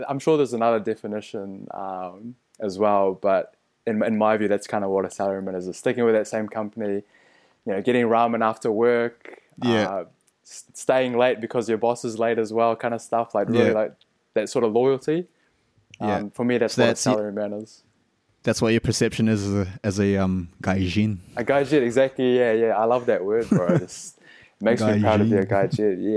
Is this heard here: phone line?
no